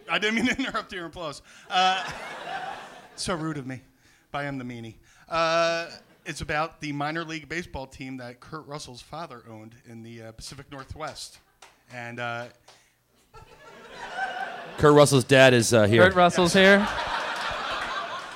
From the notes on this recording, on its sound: Live from Helium Comedy Club in Philadelphia